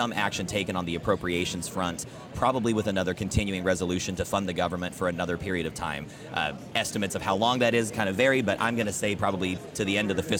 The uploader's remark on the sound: AOA was on location today at the NCBA convention in Houston, broadcasting from the Christian Hansen booth.